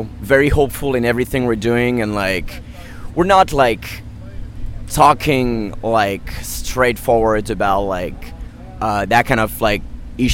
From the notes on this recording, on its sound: At Warped Tour 2016. Rock At Night Tampa Correspondents.